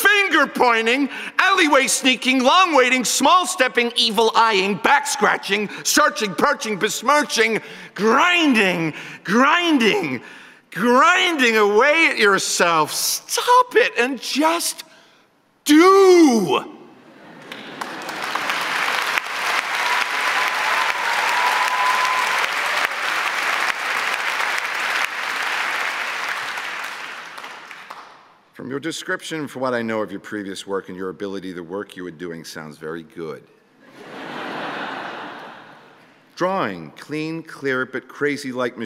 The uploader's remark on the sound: as part of the Letters Live event in London